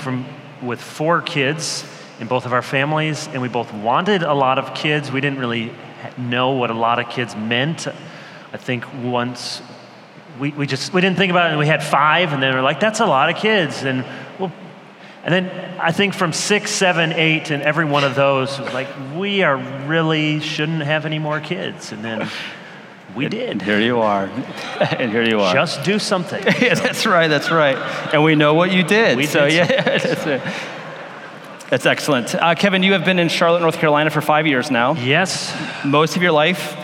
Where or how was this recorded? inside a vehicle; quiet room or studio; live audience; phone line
live audience